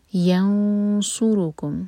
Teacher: ین نون پر ہم اخفا کریں گے، اور ہیوی اخفا صاد کیونکہ ہیوی لیٹر ہے. ینصر رو ہیوی، پراپر دمہ ہے.